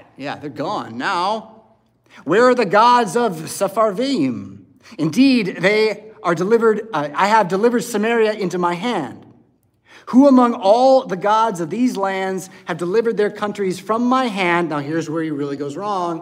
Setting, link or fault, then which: setting, large echoing room